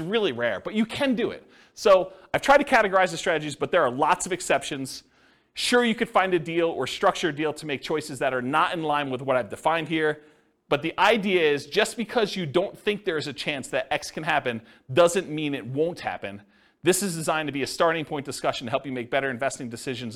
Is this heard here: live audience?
yes